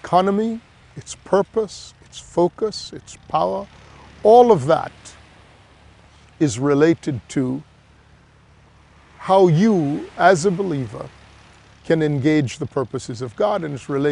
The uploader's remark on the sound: We are recording here in Grand Cayman and we are doing that outdoors, so there are many distractions. People will be passing by behind me or you will hear the sound of the surf-you will hear various noises and the like.